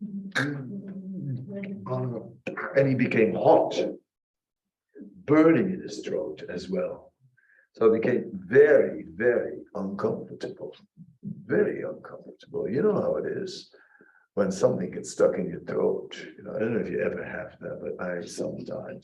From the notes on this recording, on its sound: Zoom Meeting. Radhadesh.